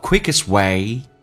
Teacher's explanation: T 不发音，而且气流不阻塞，因为前面是一个辅音